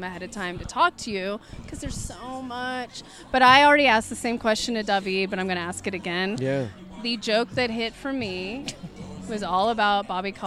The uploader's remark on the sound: Restaurant alaMar Kitchen and Bar in downtown Oakland. To help co-host the in person (all vaxxed of course!) Blindspotting TV season finale. To be in an intimate setting with their loved ones, homies, and other cast members.